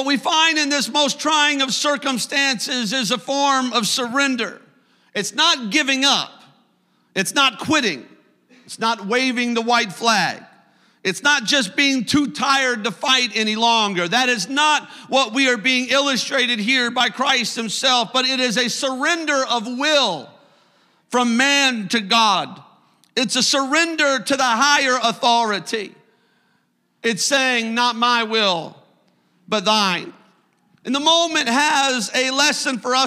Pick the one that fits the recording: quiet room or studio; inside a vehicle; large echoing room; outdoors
large echoing room